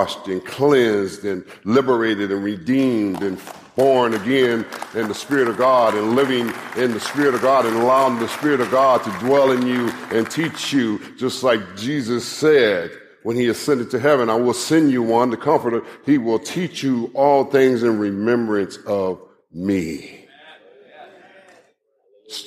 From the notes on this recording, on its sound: Live message from the Kingdom Men's Gathering.